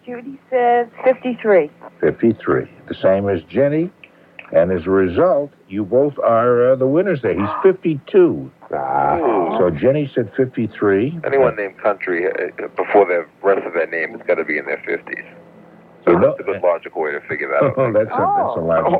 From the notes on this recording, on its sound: I'm on the phone